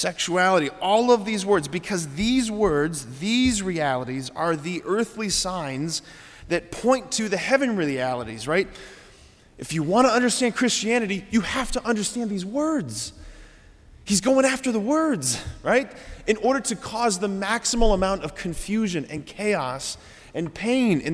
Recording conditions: large echoing room